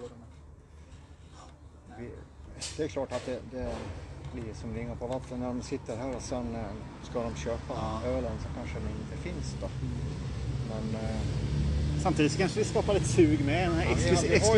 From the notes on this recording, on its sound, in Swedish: Vi träffade grundarna till The Beer Factory från Leksand ute i deras charmiga beer garden. Att spela in podd utomhus har sina utmaningar, därav lämnar ljudkvaliteten tidvis något mer att önska.